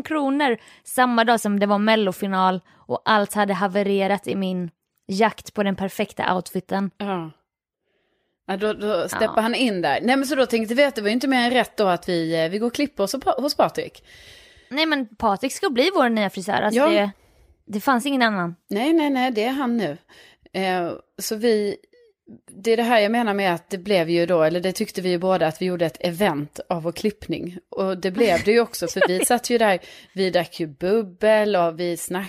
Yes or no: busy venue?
no